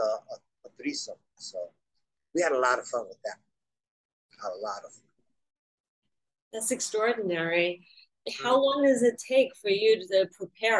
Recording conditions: video call